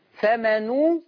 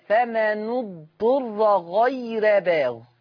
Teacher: خلي بالك من ضم حرف النون فمنو ضم الشفة جيدا وخلي بالك من ترقيق الراء غير